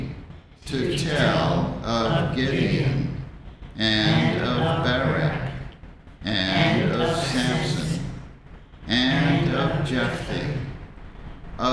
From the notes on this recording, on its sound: The Sunday service audio